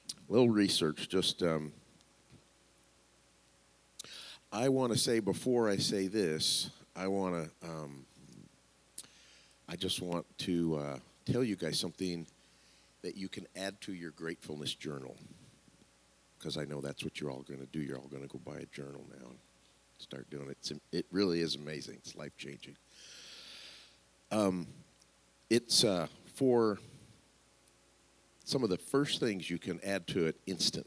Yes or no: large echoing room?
yes